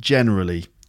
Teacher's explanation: So absolute and generally, they're both stressed on the first syllable.